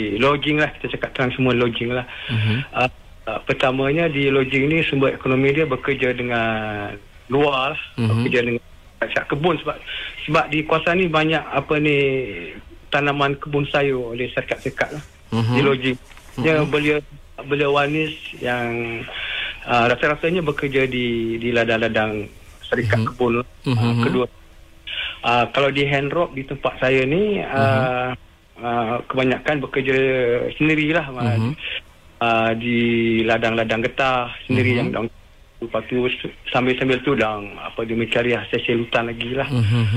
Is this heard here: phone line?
yes